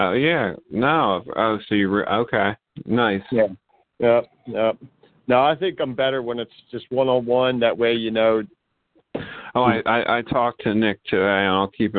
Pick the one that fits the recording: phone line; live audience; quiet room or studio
phone line